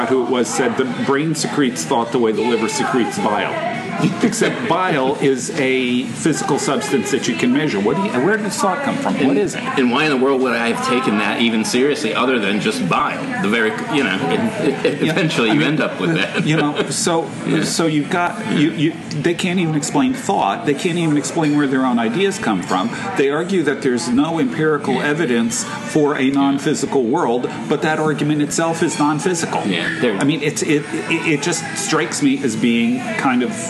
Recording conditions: background noise